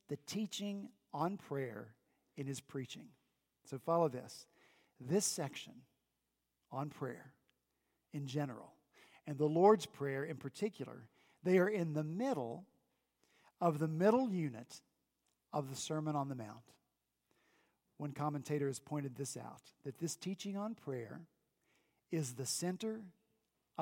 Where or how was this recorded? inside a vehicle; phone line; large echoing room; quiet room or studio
large echoing room